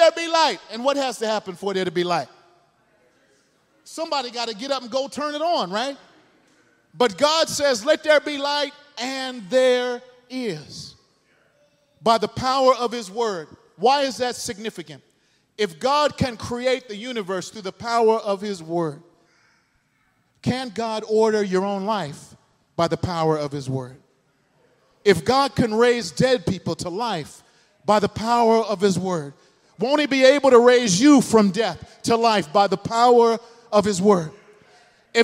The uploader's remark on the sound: This sermon was delivered at New City Fellowship West End in St. Louis, MO.